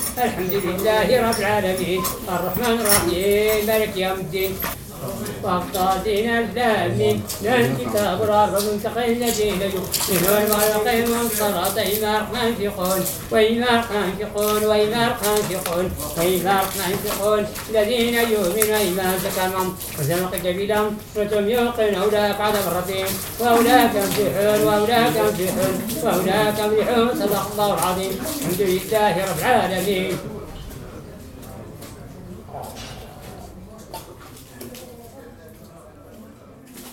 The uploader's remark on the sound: Mixed Recordings from Fes, Iche, Figuig, Marrakesh of Morocco: Sounds of Prayers and Life. 來自摩洛哥菲斯、伊切、菲吉格和馬拉喀什的混合錄音： 祈禱與生活的聲音。